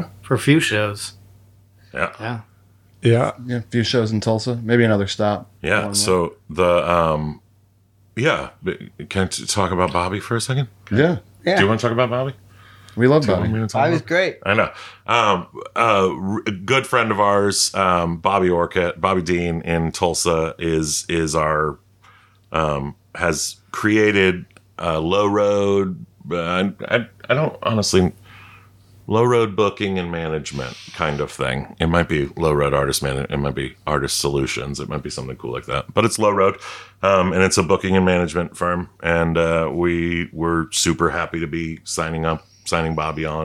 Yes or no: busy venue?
no